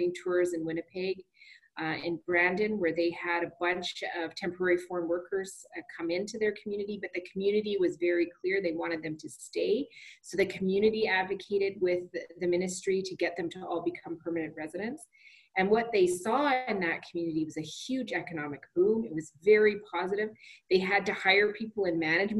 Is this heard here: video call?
yes